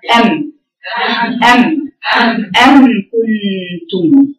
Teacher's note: حرف الميم وحرف الباء ما بين الشفتين بانطباقهما